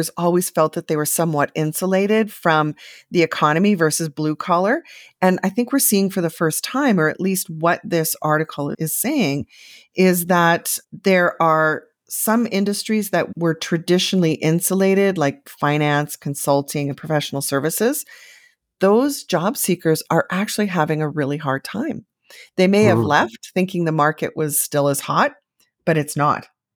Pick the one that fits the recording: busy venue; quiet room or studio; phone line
quiet room or studio